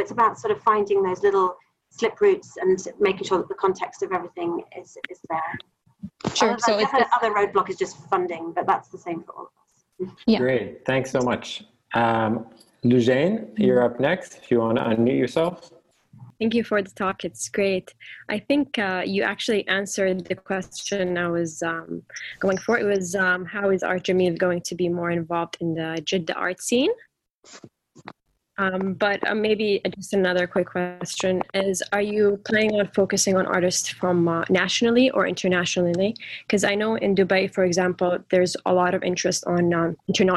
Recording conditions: video call